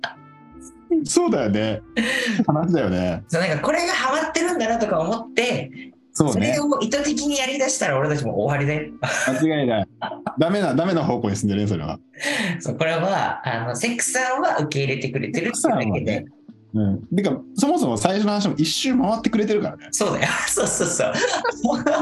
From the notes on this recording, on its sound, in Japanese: リモート収録した雑談回